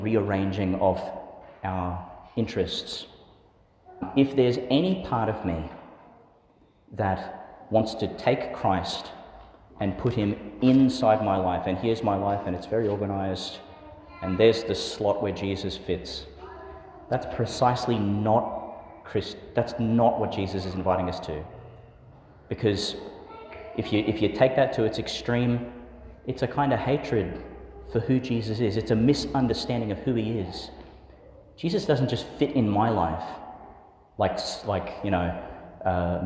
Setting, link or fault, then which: setting, large echoing room